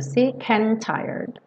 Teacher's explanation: Sick and, juntou sick and. E and pro tired, você não vai ter D e T pronunciados separadamente. Vai juntar tudo.